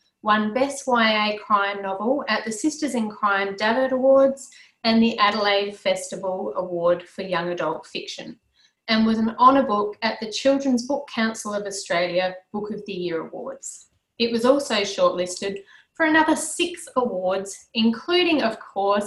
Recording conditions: video call